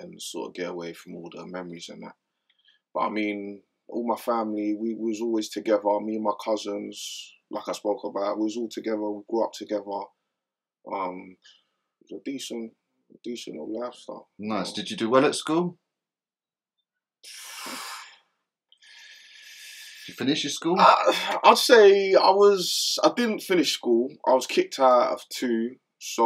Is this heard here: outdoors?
no